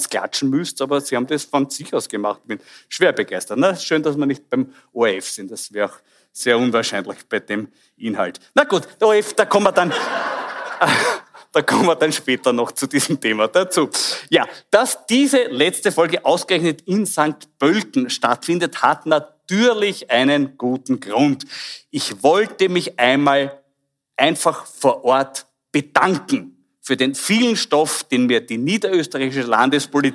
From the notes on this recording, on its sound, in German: Aufgezeichnet bei der Liveshow von der Bühne im Hof in St. Pölten.